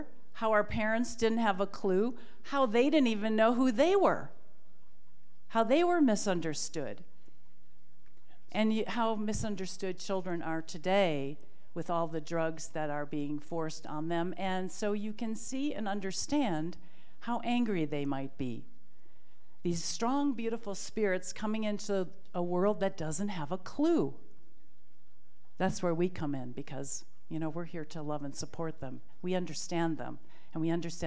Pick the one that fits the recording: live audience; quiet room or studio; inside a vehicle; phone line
live audience